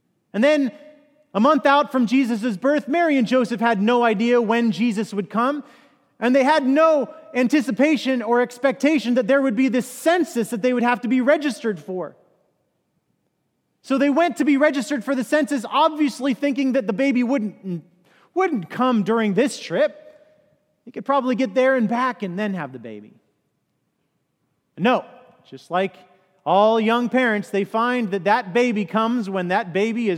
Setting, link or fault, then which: setting, large echoing room